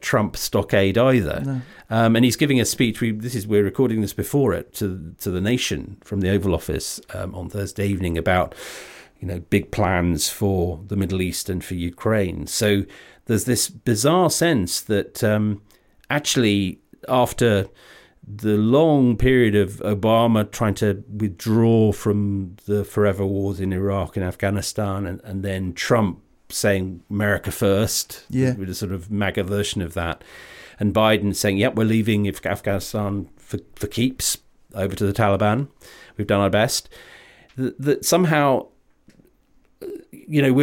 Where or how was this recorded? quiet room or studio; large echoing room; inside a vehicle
quiet room or studio